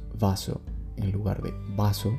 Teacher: También está la pronunciación indiferenciada de la V y la B